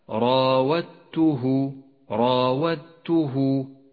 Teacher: حرف الدال وحرف التاء بينهما إدغام متجانس لأنهما من مخرج واحد وقد اختلفا ببعض الصفات، نسقط الدال من اللفظ وتشدد التاء التي بعدها، ولذلك لونت الدال باللون الرمادي إشارة إلى عدم نطقها، تقرأ هكذا: راودته راودته.